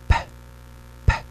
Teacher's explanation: Perceba que as cordas vocais não vibram. · Term: unvoiced